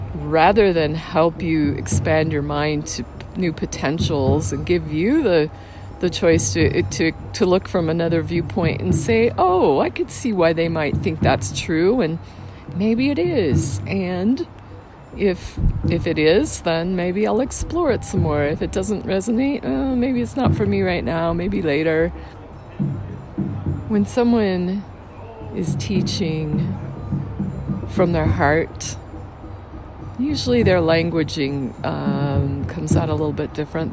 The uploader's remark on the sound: From the Sacramento Headwaters of Mt Shasta. As the sound of a traditional drum circle beats in the background.